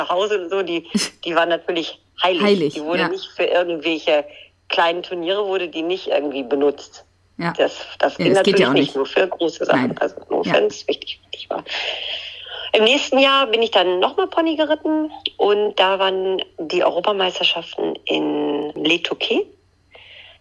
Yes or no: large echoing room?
no